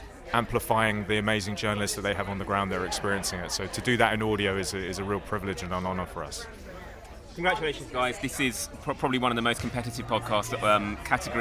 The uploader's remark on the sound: Backstage at last weekend's British Podcast Awards. Head to Nairobi for a call with the Podcast Of The Year winner.